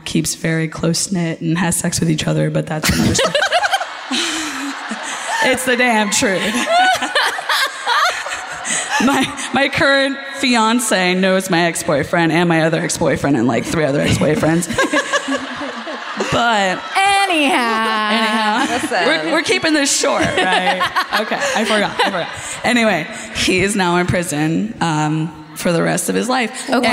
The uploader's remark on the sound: Live at the Civic Theatre in San Diego